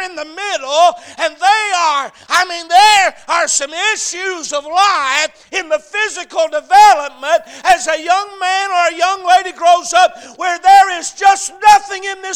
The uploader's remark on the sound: A message preached at Crossroads Baptist Church on Sunday morning